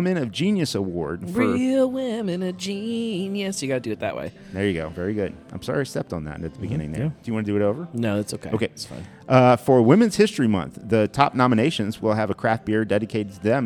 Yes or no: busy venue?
yes